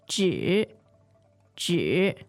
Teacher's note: Now, 纸, I've always found 纸 a little bit elusive because it doesn't really have a vowel. By English standards, it doesn't really have a vowel. It just sounds like a J or something.